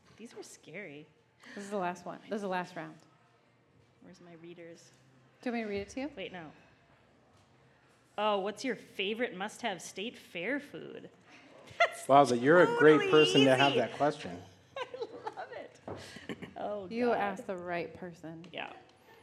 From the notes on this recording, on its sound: This was a live episode recorded. At Republic Seven Corners.